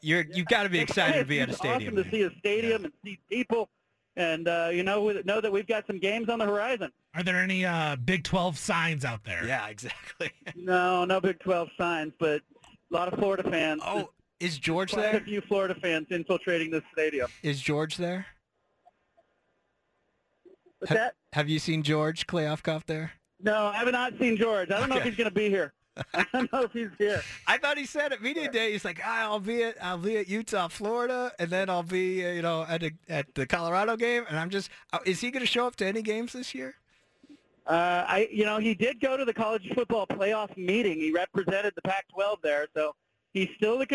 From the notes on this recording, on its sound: Call-In from Salt Lake City. Calls in live from Rice Eccles Stadium.